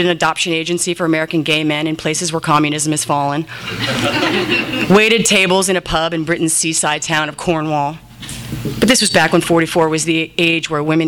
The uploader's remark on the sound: THIS EVENT WAS RECORDED LIVE AT SKYLIGHT BOOKS OCTOBER 14, 2011.